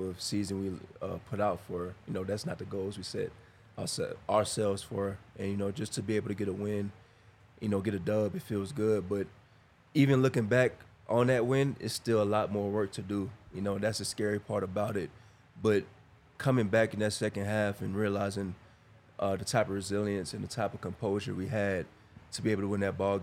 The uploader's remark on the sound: coming to you LIVE from the DNVR Bar